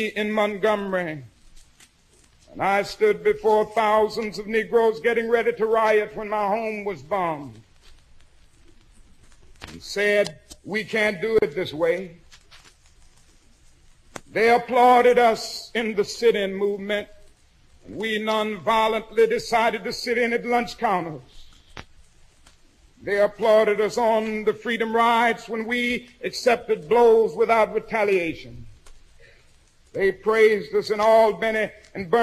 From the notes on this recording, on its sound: speech at Ebenezer Baptist Church in Atlanta, Georgia